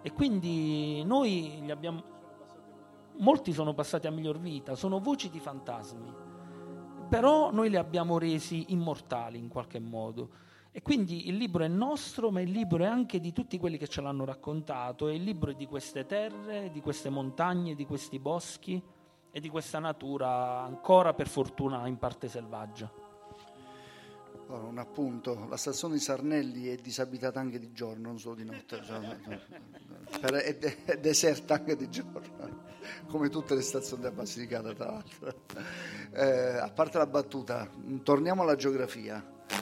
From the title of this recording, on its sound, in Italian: Live in Piazza Ponte.